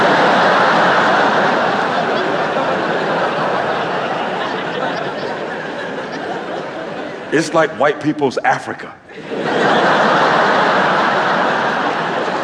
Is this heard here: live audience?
yes